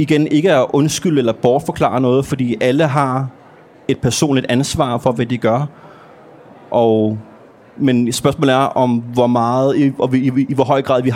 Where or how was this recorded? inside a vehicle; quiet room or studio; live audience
live audience